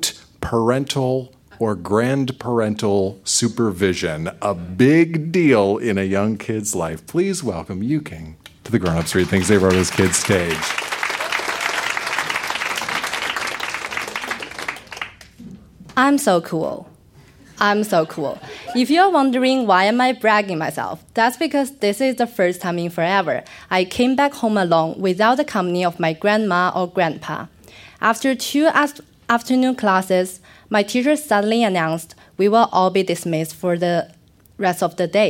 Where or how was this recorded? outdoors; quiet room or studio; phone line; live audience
live audience